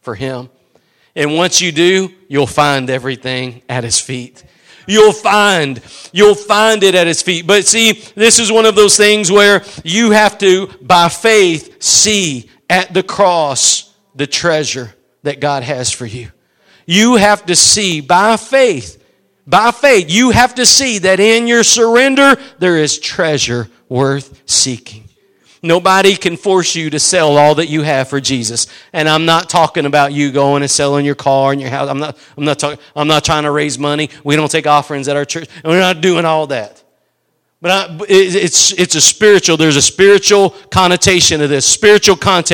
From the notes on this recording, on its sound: Preached at Gospel Lighthouse in Bossier City, La.